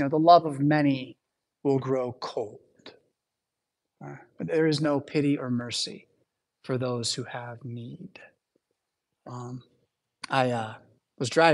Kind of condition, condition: setting, large echoing room